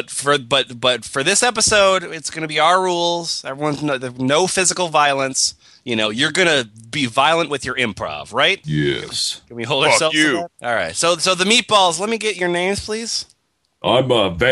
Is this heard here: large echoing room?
no